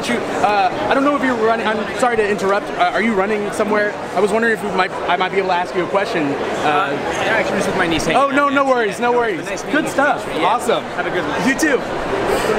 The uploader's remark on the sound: Live From WonderCon2018!